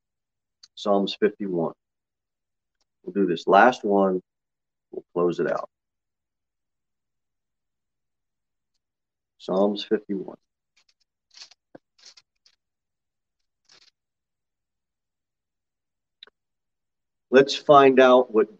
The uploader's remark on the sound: Sermon delivered at Pilgrim Baptist Church on Sunday, April 18, 2021, at 6:15 pm.